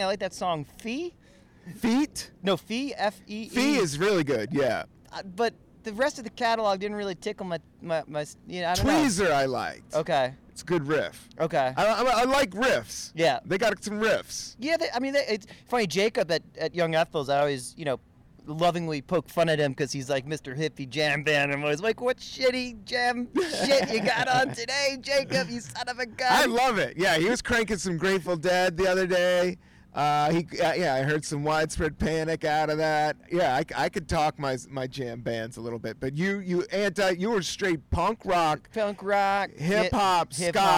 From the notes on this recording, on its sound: Recorded on a rooftop in Brooklyn.